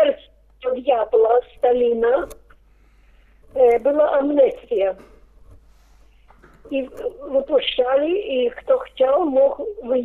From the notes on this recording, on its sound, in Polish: Rozmowa telefoniczna